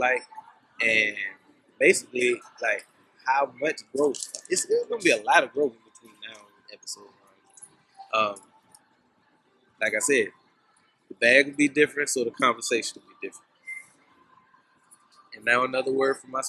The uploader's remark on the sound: This week's episode is our first on location episode. We recorded this week's episode at the Carolina Place Mall in Pinville, NC. This was also our first Pop up shop and we chose to record an episode to help pass the time.